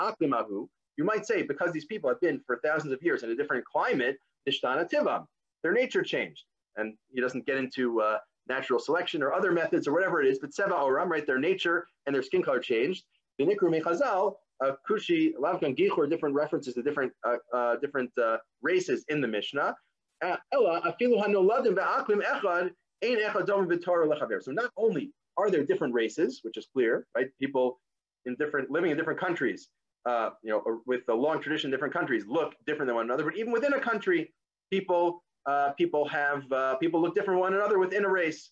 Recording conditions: video call